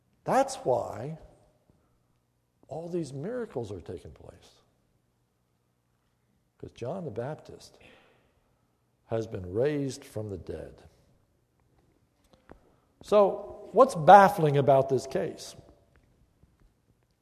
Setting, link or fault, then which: setting, large echoing room